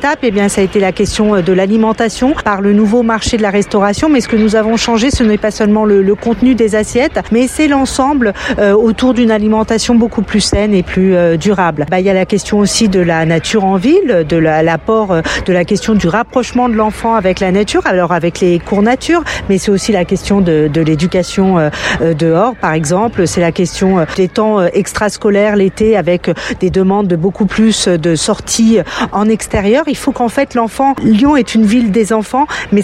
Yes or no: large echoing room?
no